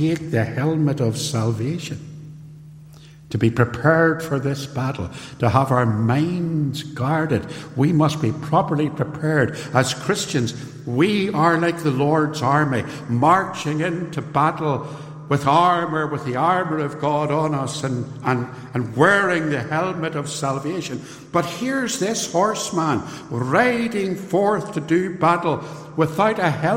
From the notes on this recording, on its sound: This sermon was recorded live at Templepatrick Reformed Church and is reproduced here with their permission.